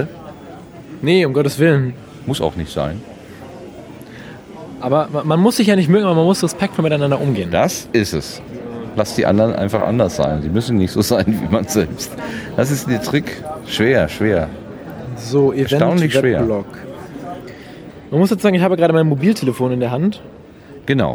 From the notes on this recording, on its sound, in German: RMN033 #32C3 Rundgang. Treppauf, treppab.